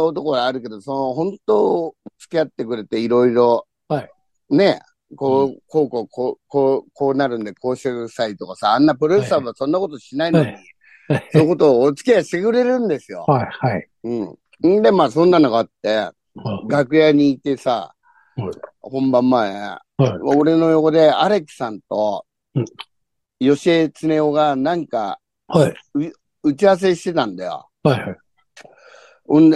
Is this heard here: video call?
yes